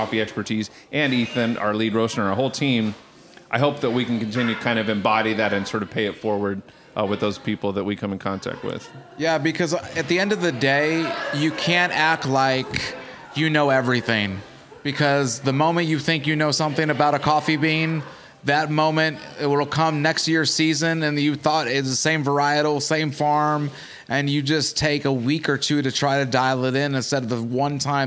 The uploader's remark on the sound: Record a conversation out of town. LIVE from the Evansville Coffee Co.